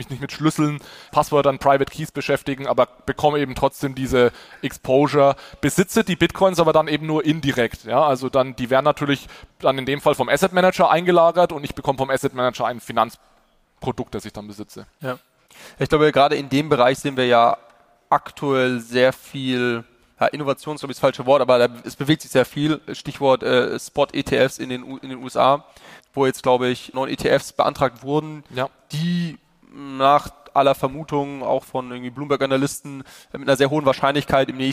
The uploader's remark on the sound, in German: Live Podcast auf dem FinTech Triple in Berlin. Handelt es sich um einen Live-Podcast, der auf dem FinTech Triple von Payment & Banking in Berlin entstanden ist. Auf der Bühne.